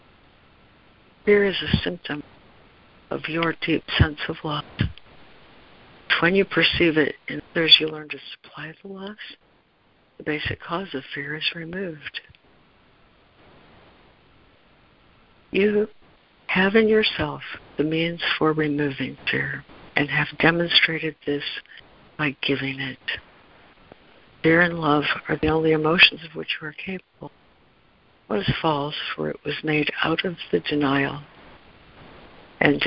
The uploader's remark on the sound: ACIM Daily Conference Call